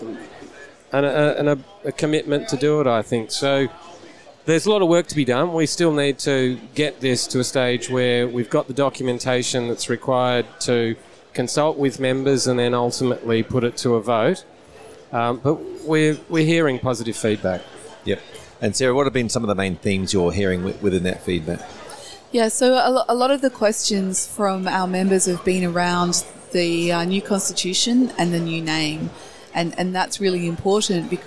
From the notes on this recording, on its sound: Recorded at the 2022 FPA Professionals Congress